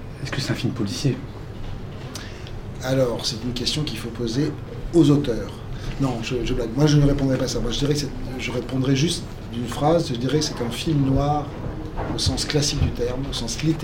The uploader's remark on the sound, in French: lors d'une conférence de presse